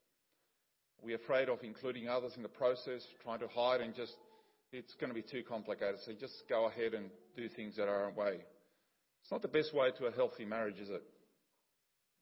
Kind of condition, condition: setting, large echoing room